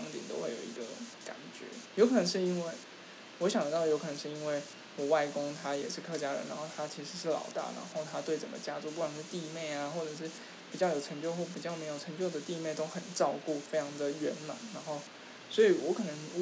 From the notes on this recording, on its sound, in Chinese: 錄音的品質一致性下次會多注意